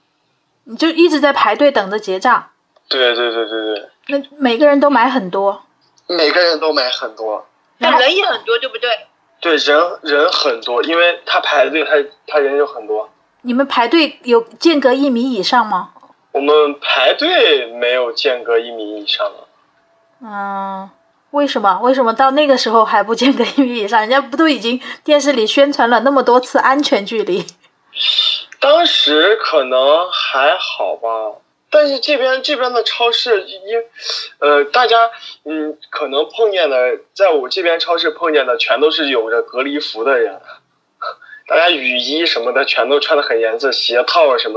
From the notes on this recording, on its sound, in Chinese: 本期【扩音器】通过电话录音完成的，音频质量可能稍微欠缺，尽请谅解